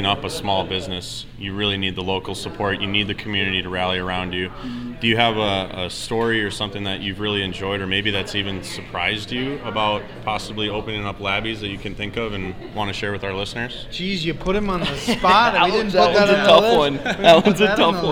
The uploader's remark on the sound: Live At Labbie's Sports Bar & Grill